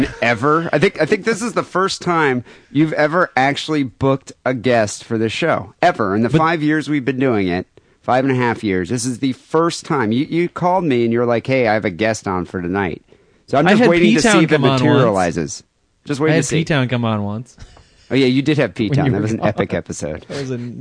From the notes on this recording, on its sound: Phone calls and listener email.